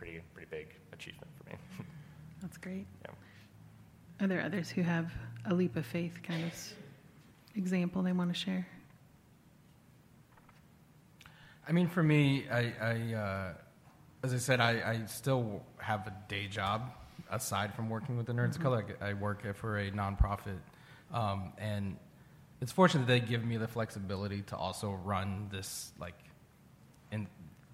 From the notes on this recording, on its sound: This week’s episode is the live recording of the panel I was on at SDCC 2019